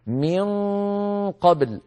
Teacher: أقصى اللسان يقفل مخرج القاف تماما